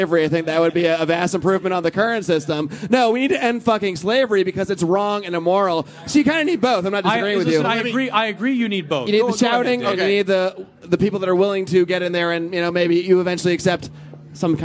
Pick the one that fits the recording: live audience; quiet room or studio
live audience